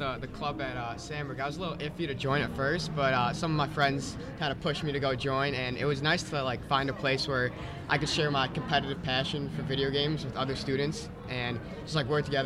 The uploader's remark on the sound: The guys talk with the Carl Sandburg eSports team at the Illinois Computing Educators Conference.